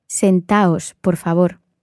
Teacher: if you're talking to a group of people and you're using the reflexive form, sit down, sit yourselves down, sentaos. So you don't pronounce the D. In fact, you don't write the you D after.